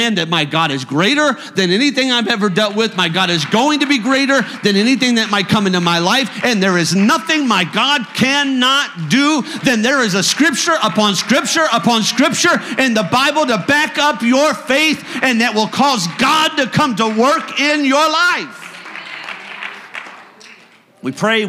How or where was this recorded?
large echoing room